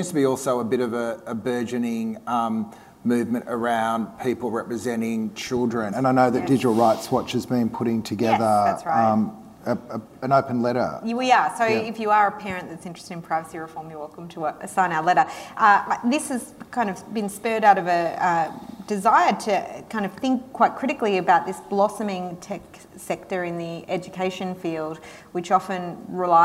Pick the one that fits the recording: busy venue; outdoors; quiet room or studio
busy venue